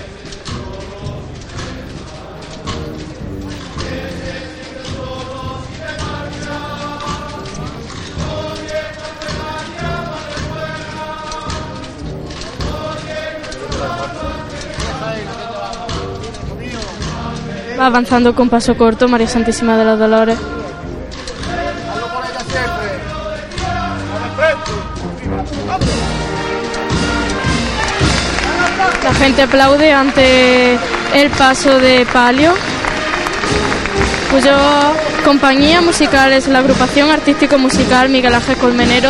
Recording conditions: outdoors